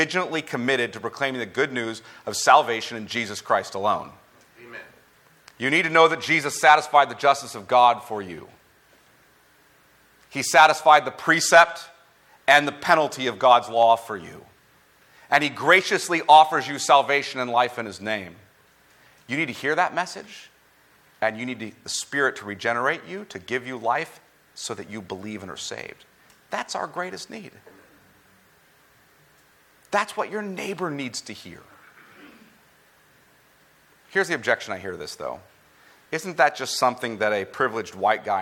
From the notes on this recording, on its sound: at the Founders “The Gospel and Justice“ National conference in Louisville, Kentucky